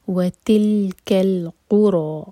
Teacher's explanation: را ہیوی اور چار حرکہ لمبا، مد منفصل ہے